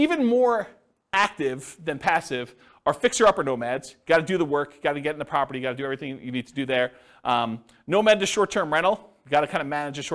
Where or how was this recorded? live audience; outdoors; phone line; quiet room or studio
live audience